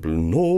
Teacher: at de gjør noe som heter monoftongering. Altså det vil si at diftonger gjøres om til enkeltvokaler